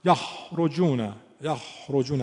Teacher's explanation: ببینید حرف خا نگین که خیلی خراش داره، خب افراط نکن، اما تفریطش هم غلطه، مثلا میگه یخرجونه یخرجونه بوی ح میده، تفریطه